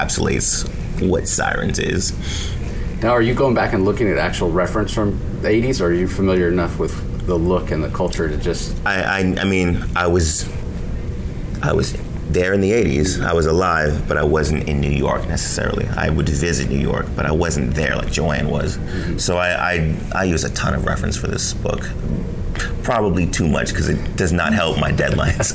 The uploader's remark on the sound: LIVE from SDCC '23